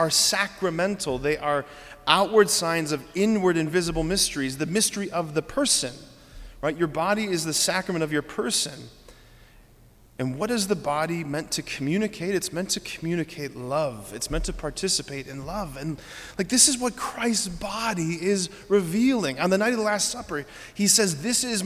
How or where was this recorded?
large echoing room